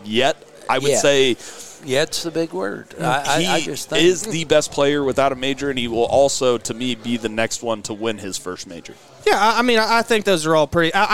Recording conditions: busy venue